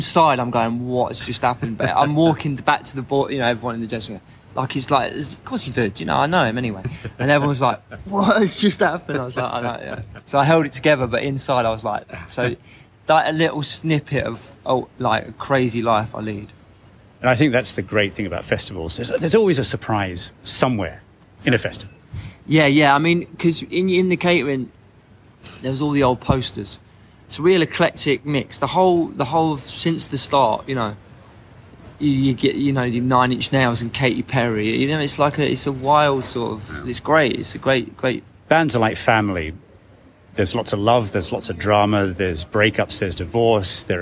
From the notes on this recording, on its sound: Who were in Japan for Sonic Mania at Summer Sonic music festival in August 2022. The interview took place backstage at Makuhari Messe in Tokyo just before their live show.